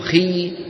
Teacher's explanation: تجد بأن وسط اللسان ارتفع لأن الكسرة بنت الياء، والياء من وسط اللسان